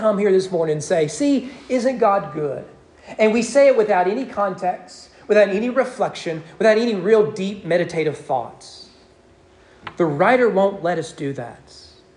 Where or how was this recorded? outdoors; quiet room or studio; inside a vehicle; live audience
live audience